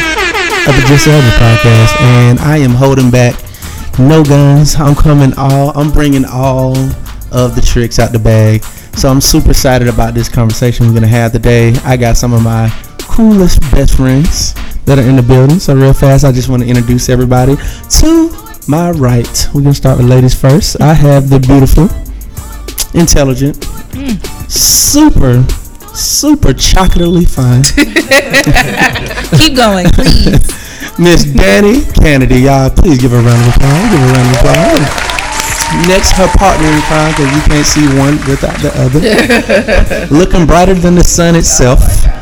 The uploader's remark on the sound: Big thanks to Atlanta City Juice Bar ( ) for letting us record. Big thanks to Atlanta City Juice Bar ( ) for letting us record.